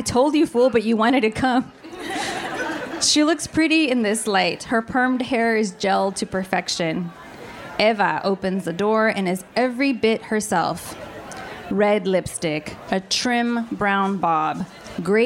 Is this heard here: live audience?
yes